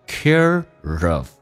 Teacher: care 跟 of,有一个连音，用字母的 R 跟 A 形成连音